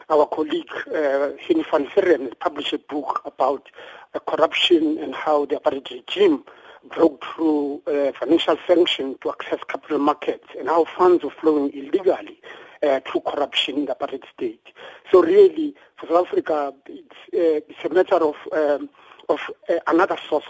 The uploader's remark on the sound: we are joined on the line